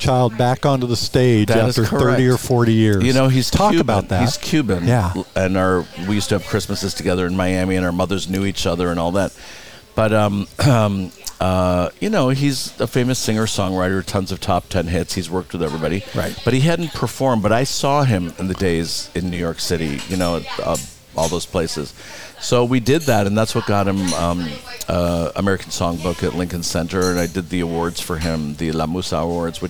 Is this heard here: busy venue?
yes